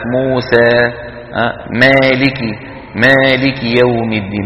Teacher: خلط صوتها يعني الألف بشيء من صوت الياء